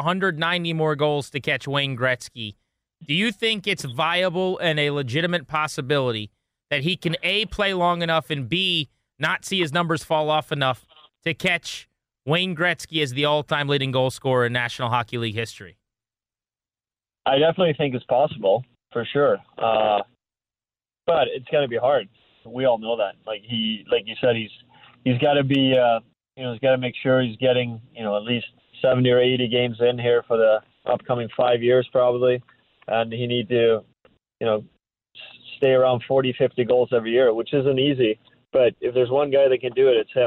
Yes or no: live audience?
no